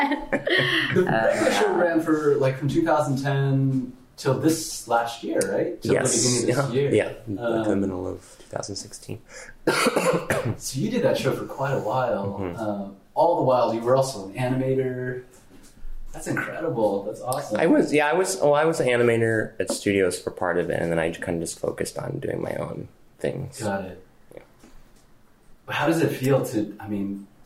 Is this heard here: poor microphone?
yes